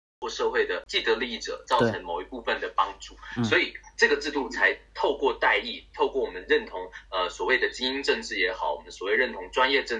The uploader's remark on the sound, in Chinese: 抱歉由於越洋訪問所以今天收音出了問題